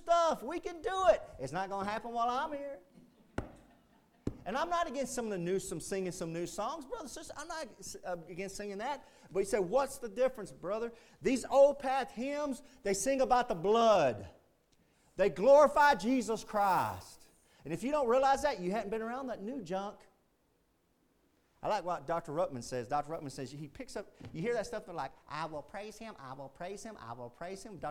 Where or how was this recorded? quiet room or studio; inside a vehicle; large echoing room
large echoing room